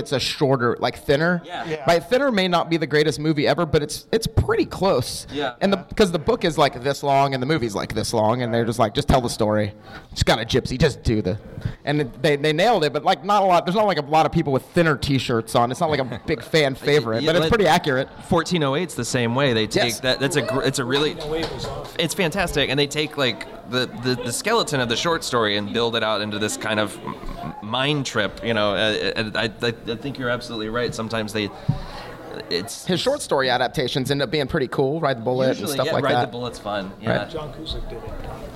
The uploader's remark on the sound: answer questions from the audience!